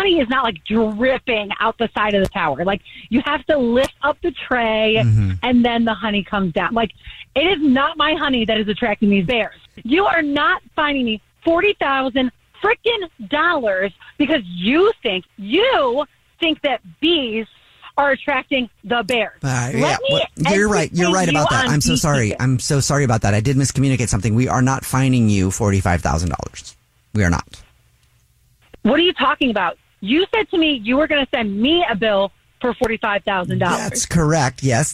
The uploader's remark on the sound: Phone Prank!